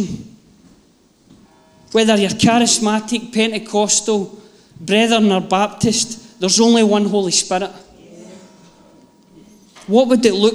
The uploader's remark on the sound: Live from our Sunday gathering on 17/07/22